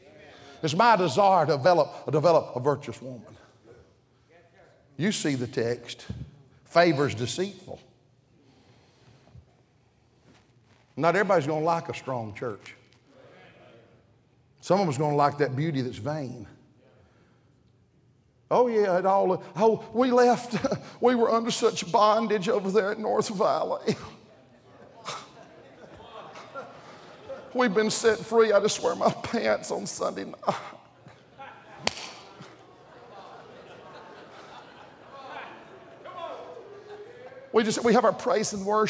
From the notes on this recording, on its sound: during the Wednesday Evening service of the 38th Annual National Pastors' & Workers' Conference in Santa Clara, California